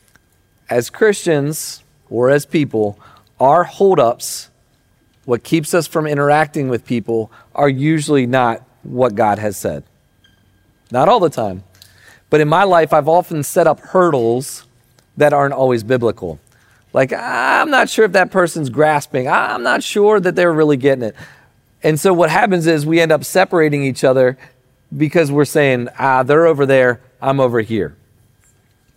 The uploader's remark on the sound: Recording of Sunday gathering on September 3rd, 2023.